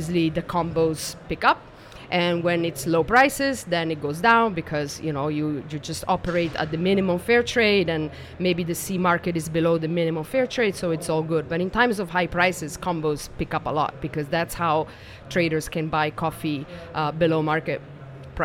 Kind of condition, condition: setting, busy venue